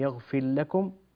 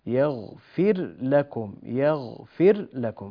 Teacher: بين الراء ولا تجعلها مثل اللام · Shown in: second take · يغفر لكم لا يصح، يغفر لكم يغفر لكم.